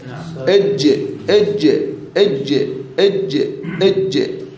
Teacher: الصوت الأول يرتعش يهتز بالوترين الصوتيين، والثاني مهموس لا يهتز. · Term: مجهورة